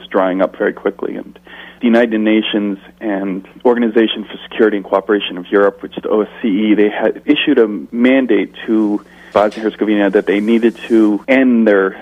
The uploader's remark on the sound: In this second telephone interview.